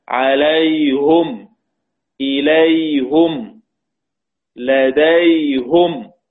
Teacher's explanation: حمزة يقرأ عليهم، إليهم، لديهم بضم الهاء والباقون بكسرها، والباقون بكسرها، وذلك في جميع القرآن، وذلك في الثلاثة كلمات فقط.